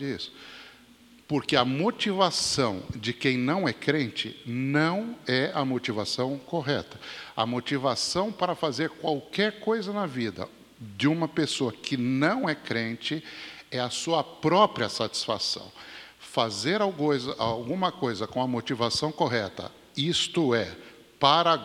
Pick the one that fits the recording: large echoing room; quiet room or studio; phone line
large echoing room